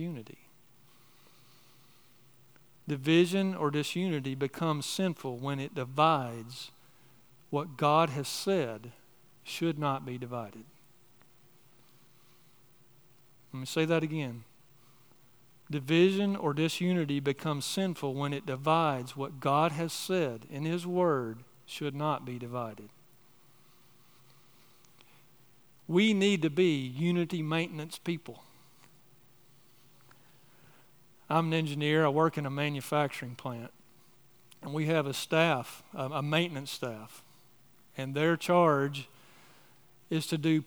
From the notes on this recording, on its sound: On the morning of December 3, 2023, at Chaffee Crossing Baptist Church in Barling, AR.